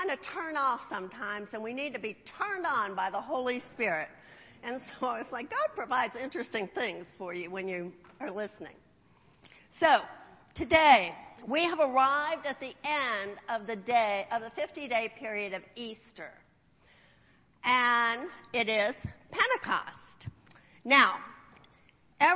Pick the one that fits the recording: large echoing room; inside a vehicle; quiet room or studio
large echoing room